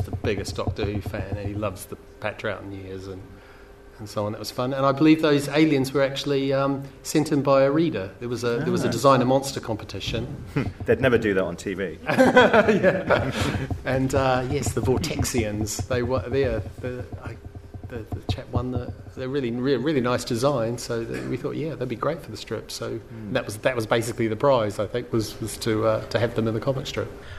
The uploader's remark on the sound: In a panel discussion recorded at SCI-FI-LONDON.